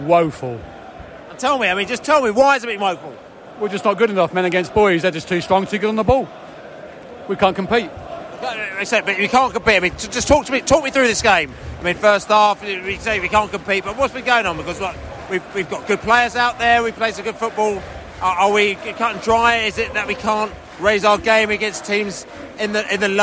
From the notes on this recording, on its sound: Post-match podcast from the stands.